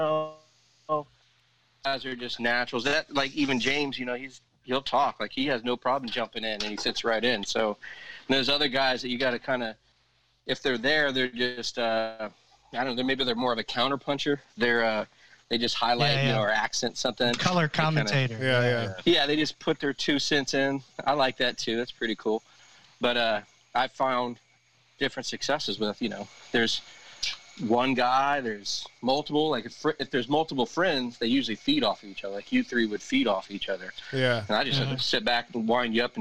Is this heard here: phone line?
yes